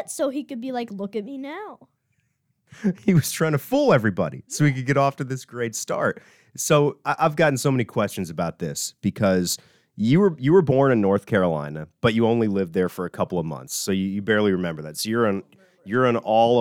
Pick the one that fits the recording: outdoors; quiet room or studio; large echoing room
quiet room or studio